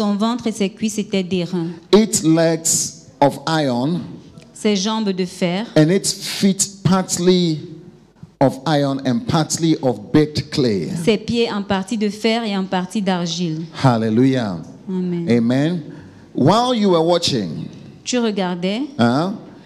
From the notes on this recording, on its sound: Preached during FCIM National Workers Conference 2022 Day 2 session 1